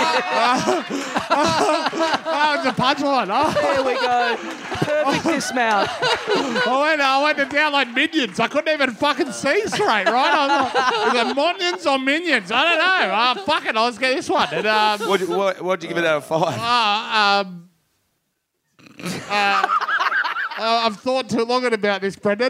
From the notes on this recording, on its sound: Recorded LIVE at The Roxbury Hotel in Sydney on Sunday November 22, 2015.